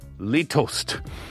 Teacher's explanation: It's first syllable, which is long and stressed. Sounds like the wall of an abandoned dog.